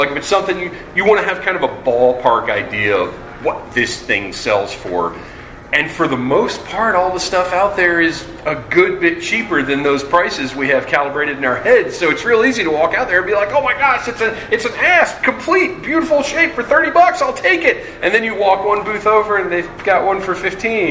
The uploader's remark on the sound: This episode was recorded in front of a LIVE audience at JoeFest in Augusta, GA.